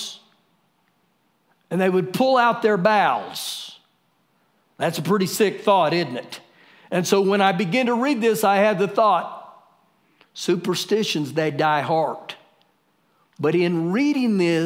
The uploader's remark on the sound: Recorded live during our Wednesday night service on 03-25-2020